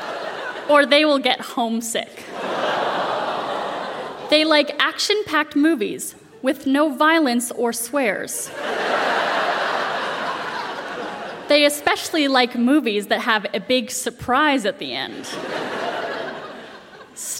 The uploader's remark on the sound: Recorded live at The Arden Theatre in St.